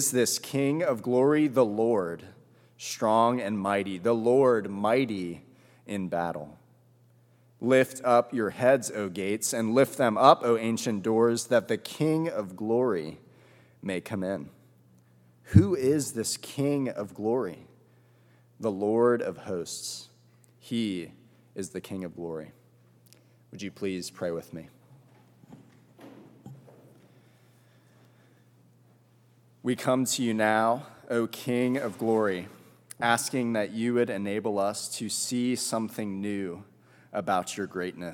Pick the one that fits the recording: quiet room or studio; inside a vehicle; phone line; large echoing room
large echoing room